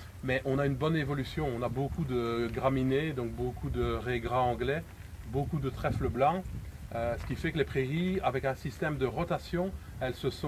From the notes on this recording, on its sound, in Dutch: Beluister zijn getuigenis die werd opgenomen tijdens de Wervel-excursie.